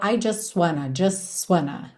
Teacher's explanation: repara como você não ouve o T do just.